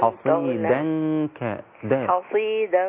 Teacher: الدال رقيقة الدال ليس لها علاقة بالصاد المفخمة